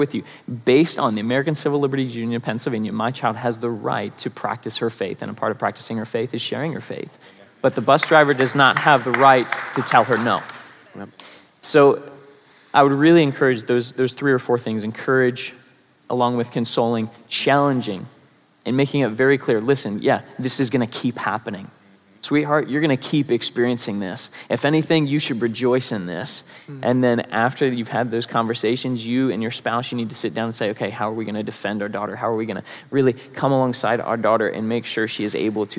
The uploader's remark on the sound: Live & Unscripted. Questions were texted in by the congregation and answered LIVE!